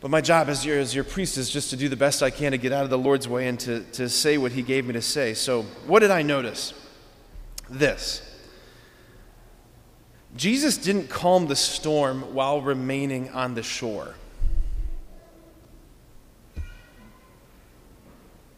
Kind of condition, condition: setting, large echoing room